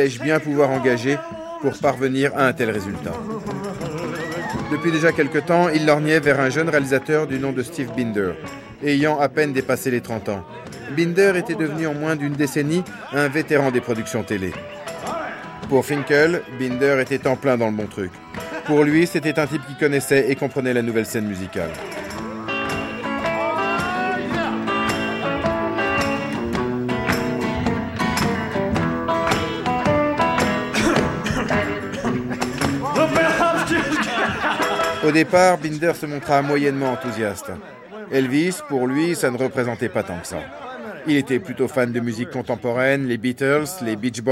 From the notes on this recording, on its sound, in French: Voici des enregistrements d'extraits backstage, de quelques concerts mythiques.